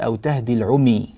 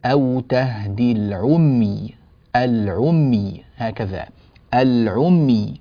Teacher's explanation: إذا وقفنا على كلمة العمي ينبغي أن نحافظ على ثبات سكون الميم · Shown in: second take · ولا نقول العمي مثلا.